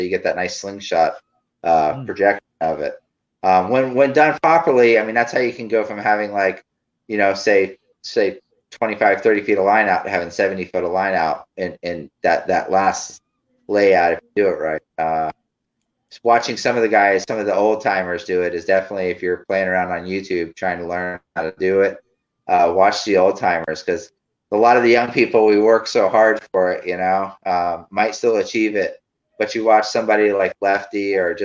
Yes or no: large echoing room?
no